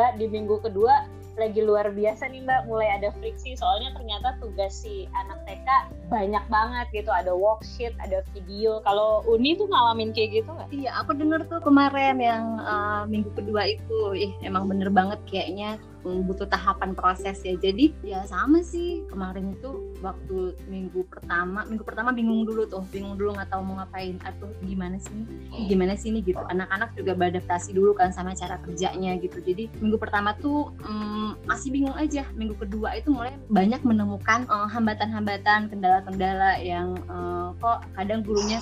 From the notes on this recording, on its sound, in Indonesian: Masih rekaman jarak jauh, tapi kali ini, mereka kedatangan tamu dari jauh.